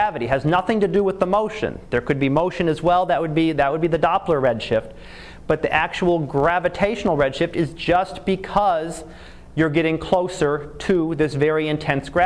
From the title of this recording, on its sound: Live Class Lecture